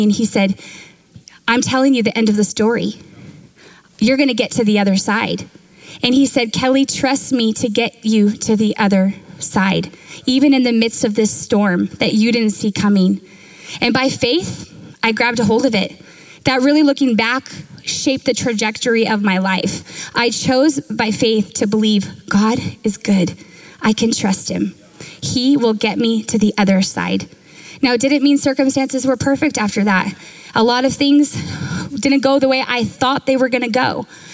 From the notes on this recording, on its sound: Recorded live at Capital Church in Meridian, Idaho